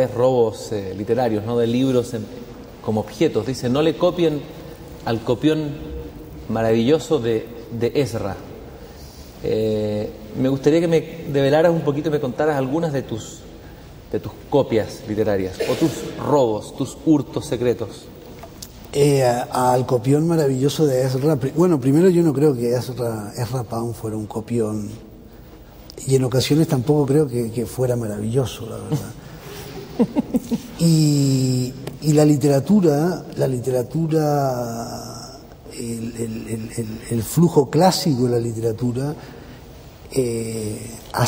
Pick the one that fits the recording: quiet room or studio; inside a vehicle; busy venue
busy venue